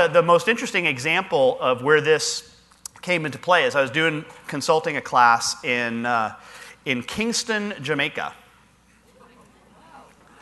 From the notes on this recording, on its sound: Live Broadcast at the The IPBC IGNITE Conference